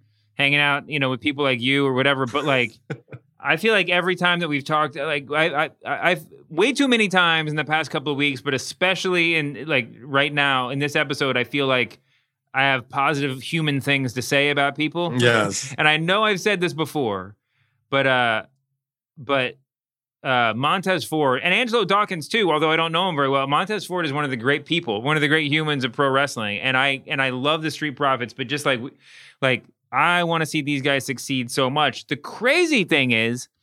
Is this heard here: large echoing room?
no